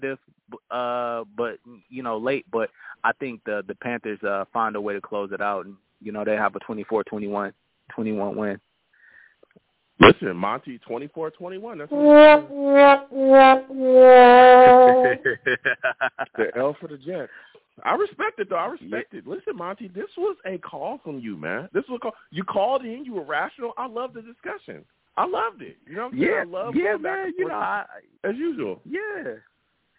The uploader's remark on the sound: I take live callers!